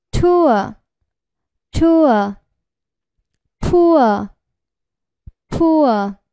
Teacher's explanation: 滑动过程中，口型由收圆变为半开 · Term: 双元音 · IPA: uə